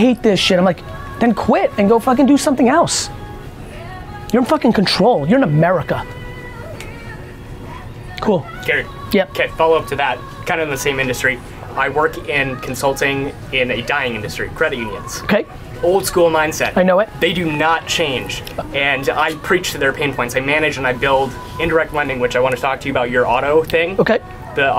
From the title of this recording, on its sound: A Live Q&A In an IHOP In Minneapolis